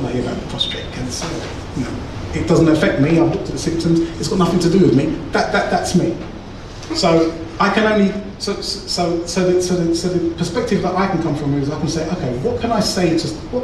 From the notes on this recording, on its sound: My second public talk but with very few of the target audience in attendance.